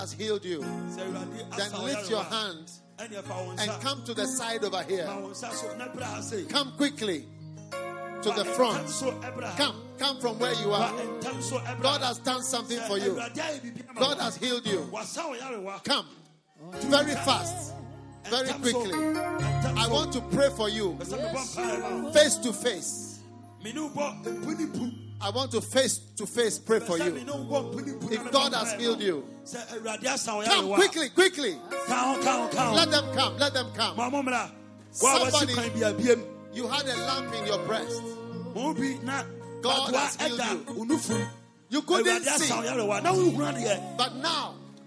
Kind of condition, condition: setting, live audience